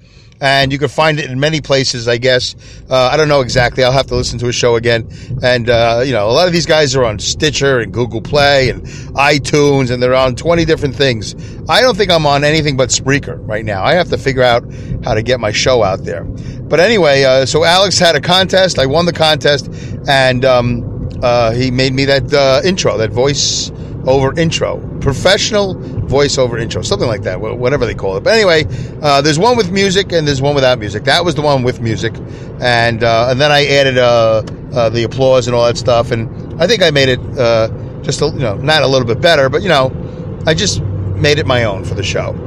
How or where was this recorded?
inside a vehicle